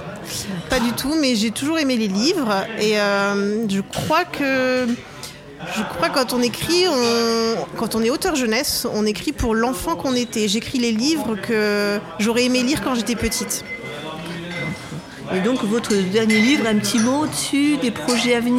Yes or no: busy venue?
yes